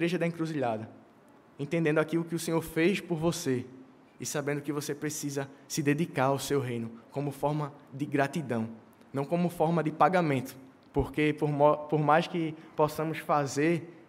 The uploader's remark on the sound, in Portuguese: no culto presencial e transmitido ao vivo